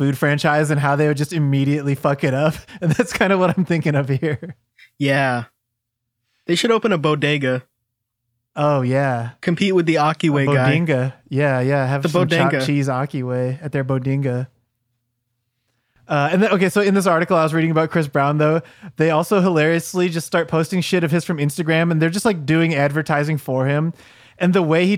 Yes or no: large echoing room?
no